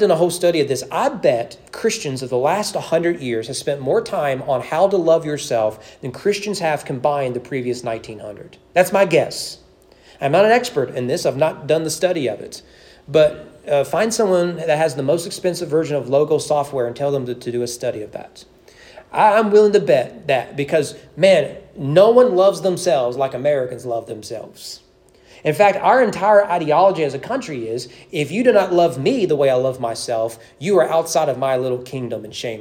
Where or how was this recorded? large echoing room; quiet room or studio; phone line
large echoing room